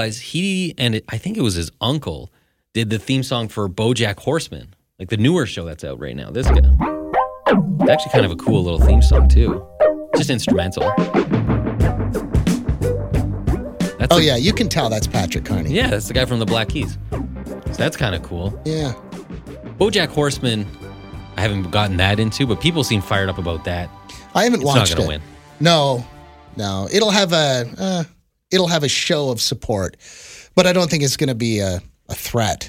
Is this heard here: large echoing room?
no